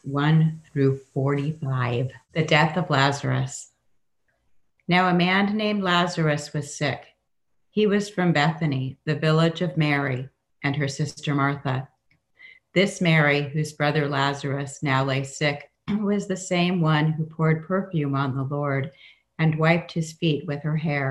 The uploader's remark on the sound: This is our first podcast from our new Zoom format for Sunday worship services during the COVID-19 pandemic. Enjoy a song at the beginning.